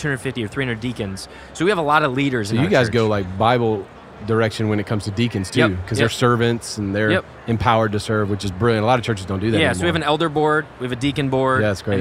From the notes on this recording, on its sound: Live from General Council 2023 in Columbus, Ohio!